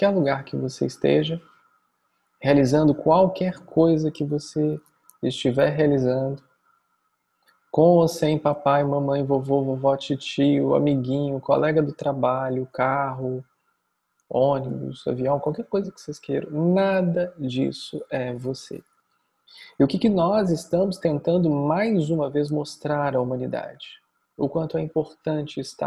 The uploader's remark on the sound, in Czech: Online viz Zoom